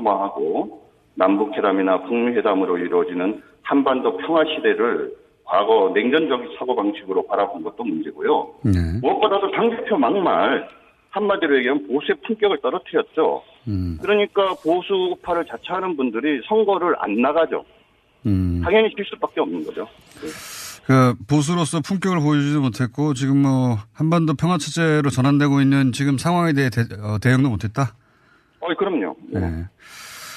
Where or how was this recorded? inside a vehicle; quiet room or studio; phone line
phone line